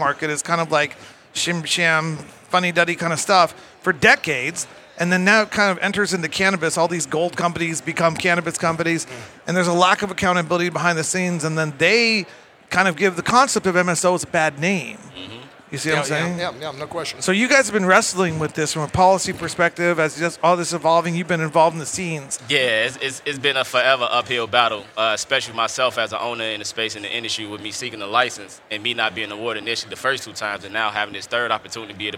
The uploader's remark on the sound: Recorded at MJBizCon 2023